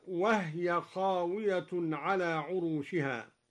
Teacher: قرأ الدوري بإسكان الهاء هكذا